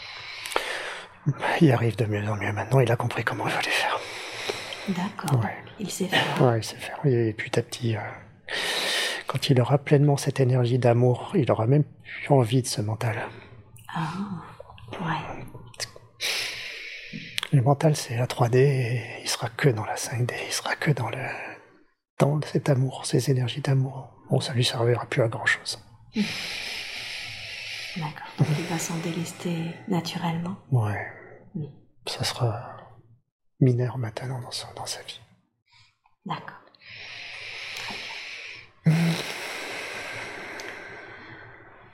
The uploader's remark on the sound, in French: Séance de démonstration d’Hypnose Transpersonnelle® lors de la formation de Bordeaux. Certains bruits de fond (environnement et stagiaires) se font donc entendre.